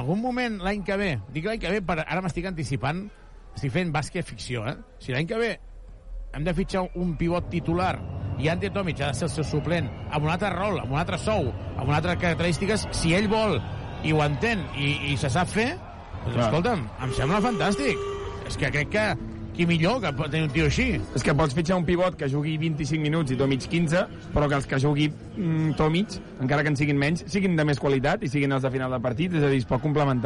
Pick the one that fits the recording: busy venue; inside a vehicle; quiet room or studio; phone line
busy venue